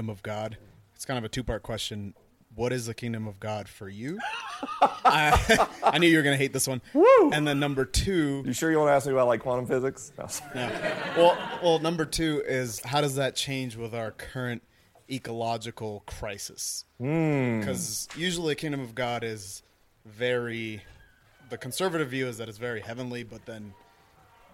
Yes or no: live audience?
yes